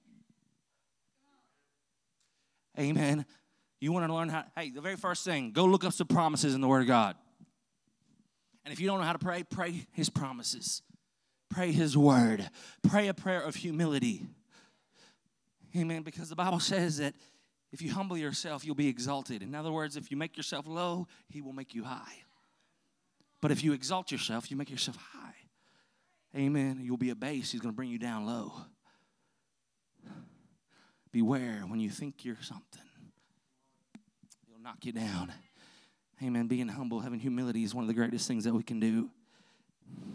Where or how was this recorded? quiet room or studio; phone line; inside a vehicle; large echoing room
large echoing room